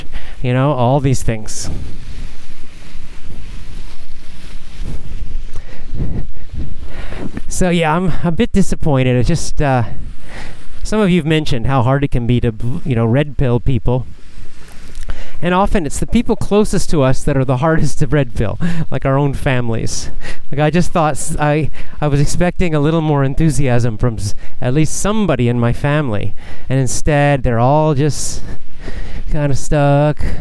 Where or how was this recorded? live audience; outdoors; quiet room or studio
outdoors